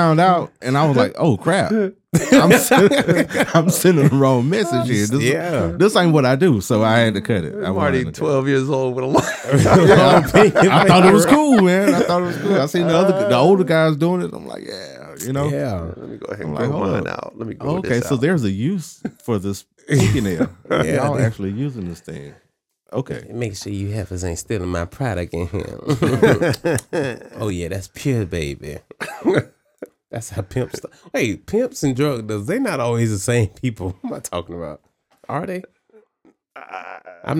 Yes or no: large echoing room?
no